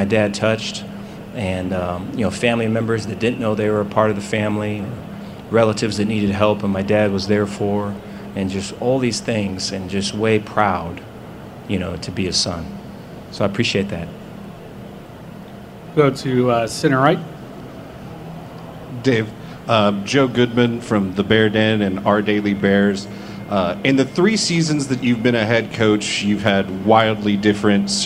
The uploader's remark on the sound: press conference at Big 12 Football Media Days